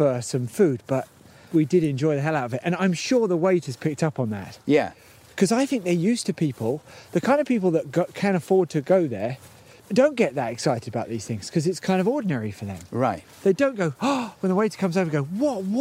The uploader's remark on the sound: PUB WALK. Walks to the pub and back with old friend.